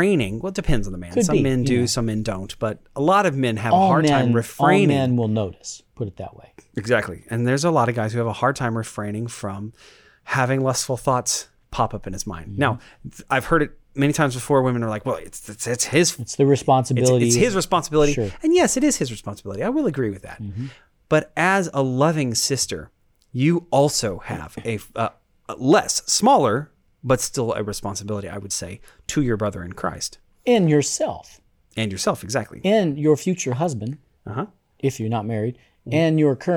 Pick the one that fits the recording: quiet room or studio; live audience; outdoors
quiet room or studio